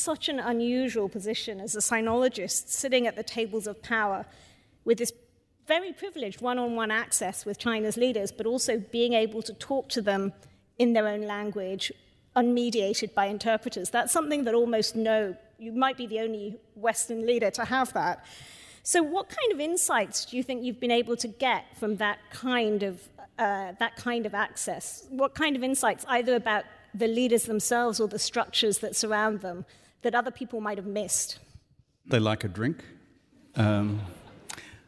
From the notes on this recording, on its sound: This episode is a live recording of his Melbourne book launch. This event was co-hosted by the Asia Society, the Wheeler Centre and RMIT Live.